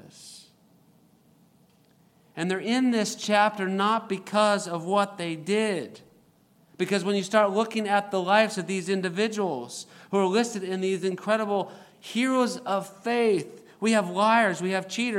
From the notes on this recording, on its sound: recorded April 1, 2023, at Ringgold Seventh-day Adventist Church